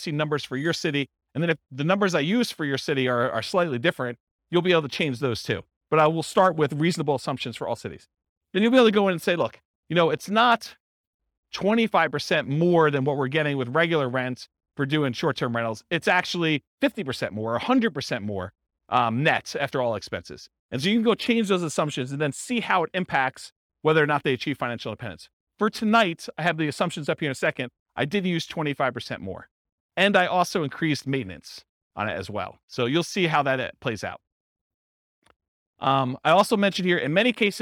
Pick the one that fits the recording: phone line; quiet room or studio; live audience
live audience